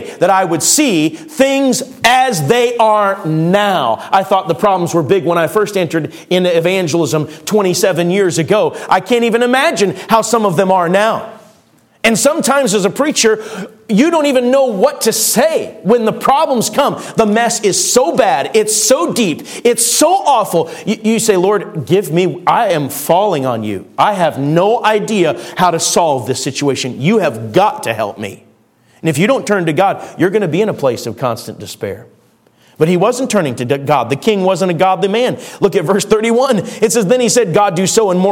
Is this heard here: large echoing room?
yes